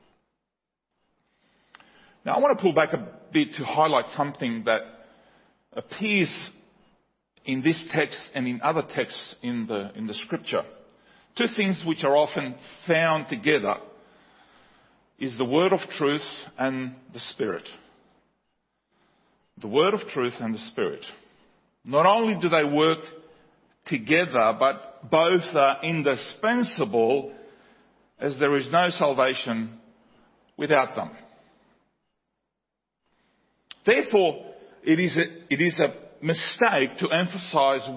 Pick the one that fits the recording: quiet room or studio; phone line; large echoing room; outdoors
large echoing room